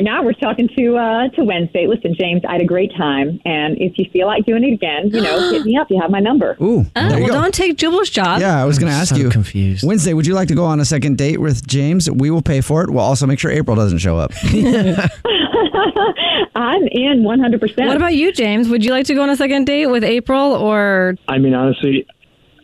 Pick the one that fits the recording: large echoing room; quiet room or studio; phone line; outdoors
phone line